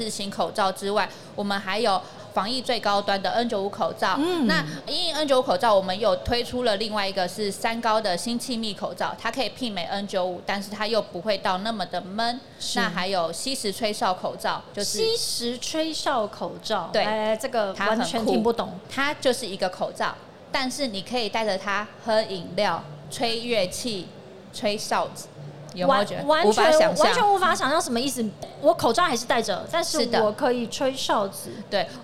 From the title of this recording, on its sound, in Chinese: 2022 Medical Taiwan台灣國際醫療暨健康照護展 -Live Podcast